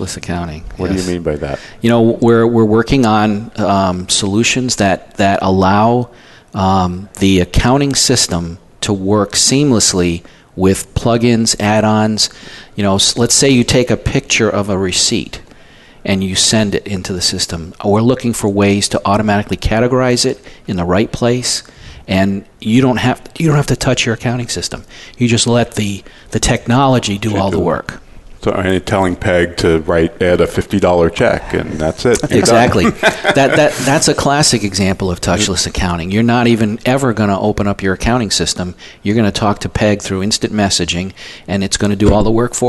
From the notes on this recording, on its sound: Live Broadcast at the The IPBC IGNITE Conference.